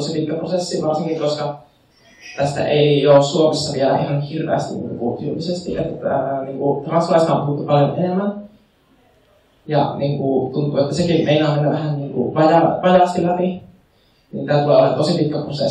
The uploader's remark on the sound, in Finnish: Luento järjestettiin Ulkoparlamentaarinen toiminta 2020-tapahtumassa Oodissa lokakuussa 2020. Ulkoparlamentaarinen toiminta -tapahtuman luentojen tallenteet.